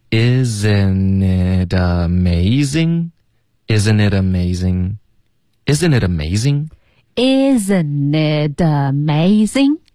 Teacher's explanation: Isn't it 的 it 呢会跟 amazing 的啊连读，然后同时 it 的这个特会浊化成一个的的音，所以变成 itamazing，这三个字连起来就发 isn't itamazing， isn't itamazing， isn't itamazing， isn't itamazing， Isn't it amazing?